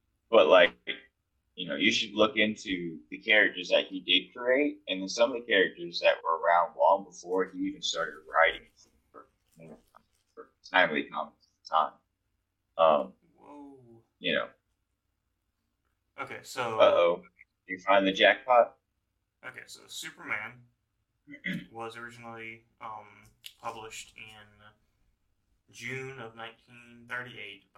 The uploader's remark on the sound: We apologize for the subpar audio quality and want to assure you that we're working hard to improve our recording setup for future episodes.